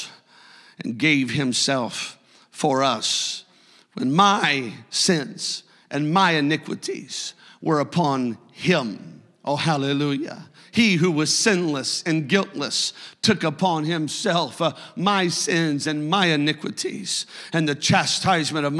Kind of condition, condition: setting, large echoing room